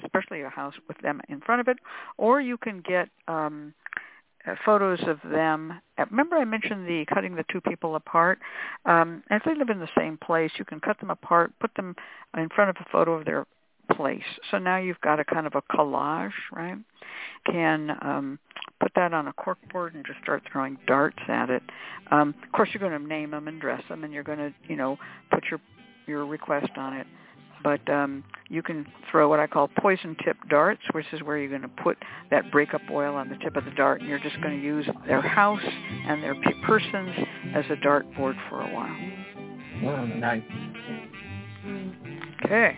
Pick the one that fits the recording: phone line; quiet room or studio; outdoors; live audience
phone line